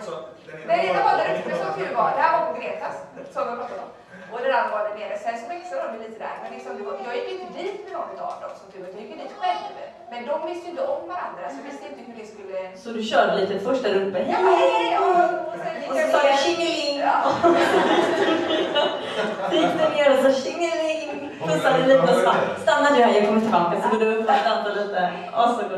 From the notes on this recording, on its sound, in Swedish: Vår första live-pod på West Pride 2014 i Göteborg. Ni får även höra publikens egna komma ut-historier. På grund av strul med ljudet så är den första minuten av poden inte med. Och ha överseende med ljudkvalitén som inte är den bästa.